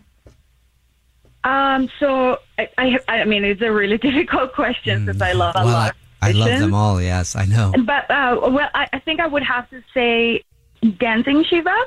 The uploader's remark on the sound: phone prank style